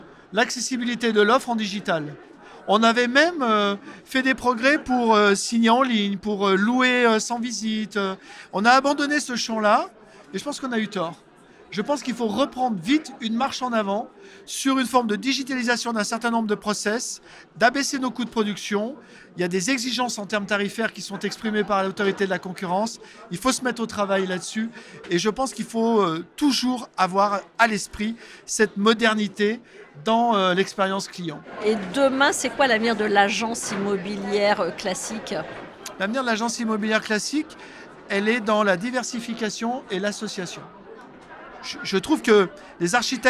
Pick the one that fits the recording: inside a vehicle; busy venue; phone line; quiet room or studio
busy venue